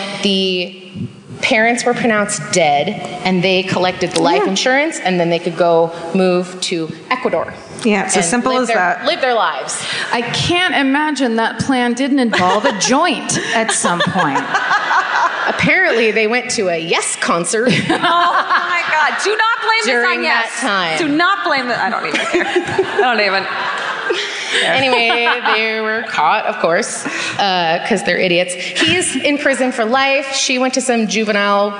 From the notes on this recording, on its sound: Live At The Fox Theater. Onstage in Oakland.